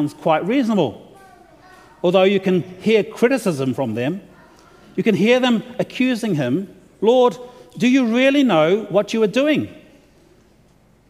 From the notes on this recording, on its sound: delivered to the opening worship service of the LCANZ Convention of General Synod on Thursday February 9, 2023